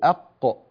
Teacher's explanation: القاف أفردناها بمخرج قلنا هي من أقصى اللسان مع الحنك الأعلى